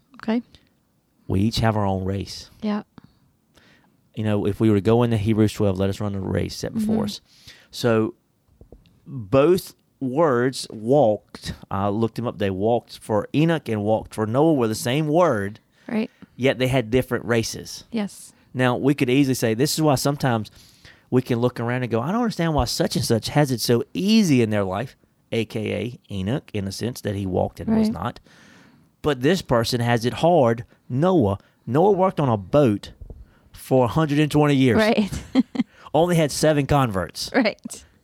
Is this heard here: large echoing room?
no